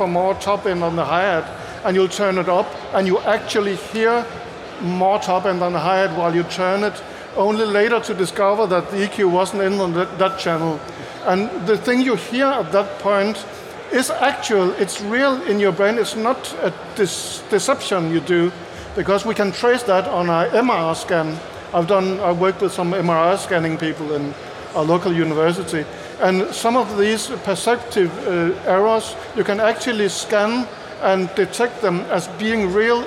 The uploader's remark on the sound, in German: Studioszene19 Live. Unser erster Podcast, live von der Studioszene.